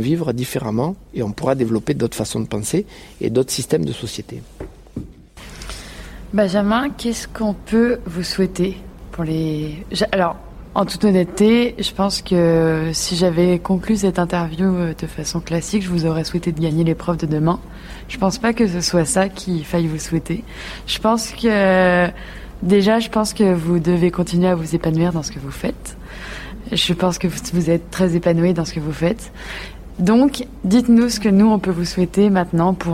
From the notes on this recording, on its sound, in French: Nous avons enregistré un soir à Bordeaux, pendant le jumping international. Nous avons terminé l’enregistrement après minuit.